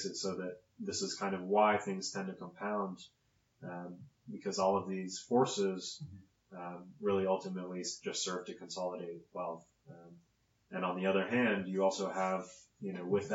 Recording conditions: poor sound quality